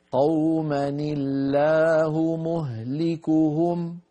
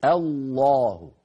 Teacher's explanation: إذن لفظ الجلالة في الوصل لامه مرققة، عند البدء به لامه مفخمة